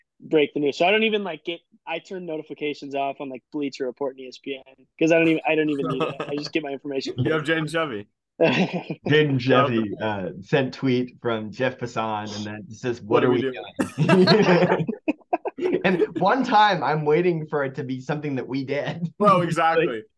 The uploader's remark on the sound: A really fun episode today with the boys on a zoom pod.